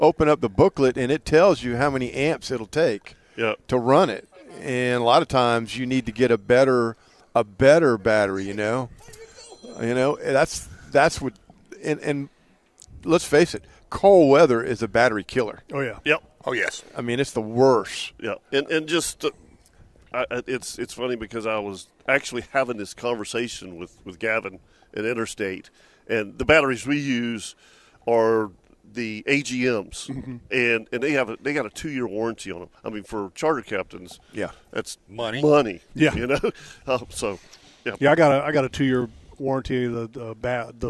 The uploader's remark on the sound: LIVE from the Jacksonville Boat Show!